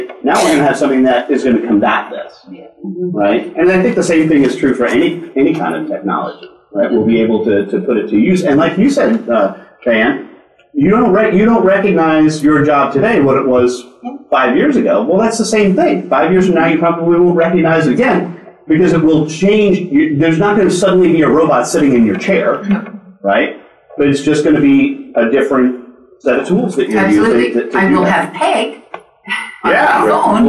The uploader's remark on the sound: At Sage Summit 2017 in Toronto and recorded an episode featuring a great panel discussion.